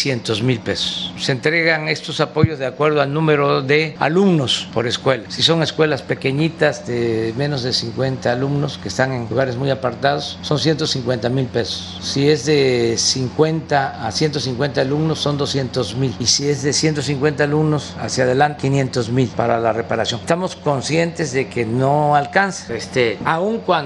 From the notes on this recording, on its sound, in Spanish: Conferencia de prensa en vivo, desde Baja California Sur.